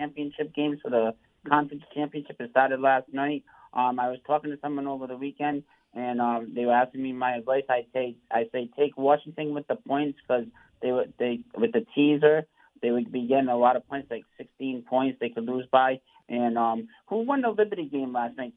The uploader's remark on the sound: Keep taking your calls live on the air.